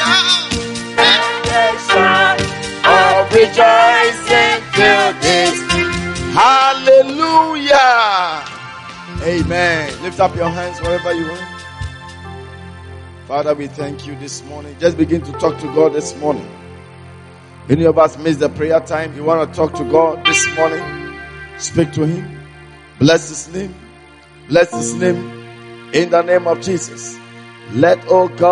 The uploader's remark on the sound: Preached during the Morning Glory Service at the Everlasting Father Cathedral